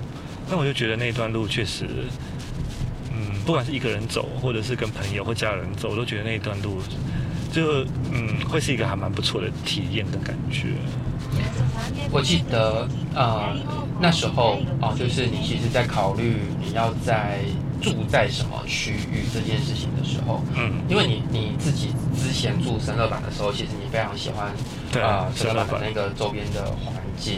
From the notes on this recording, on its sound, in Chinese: 一段從九份開車到台北的夜路上，在一個移動的空間裡。因車上錄音略有雜音，敬請多多包涵。